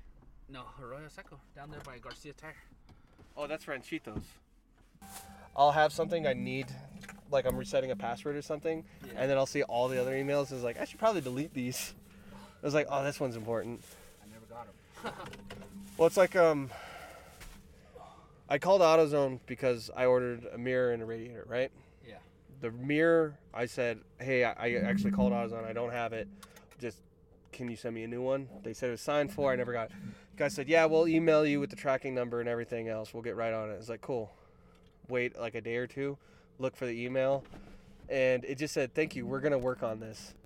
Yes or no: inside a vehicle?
yes